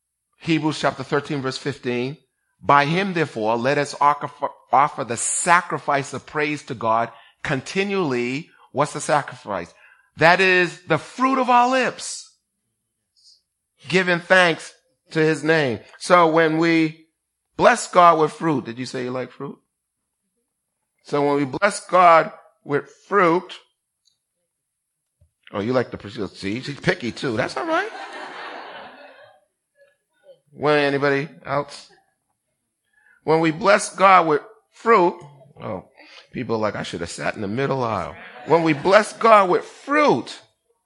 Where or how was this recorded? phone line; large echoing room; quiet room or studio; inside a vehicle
large echoing room